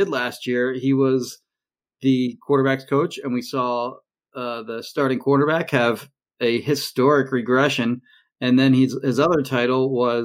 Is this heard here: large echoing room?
no